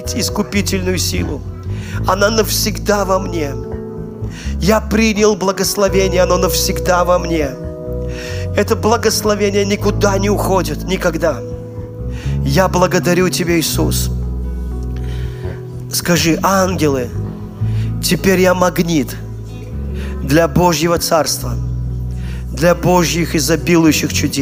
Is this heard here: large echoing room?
yes